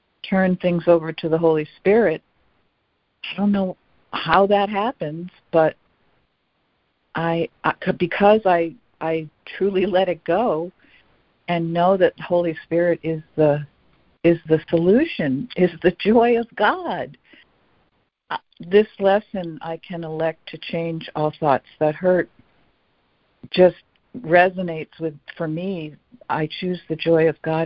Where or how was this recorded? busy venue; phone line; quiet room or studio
phone line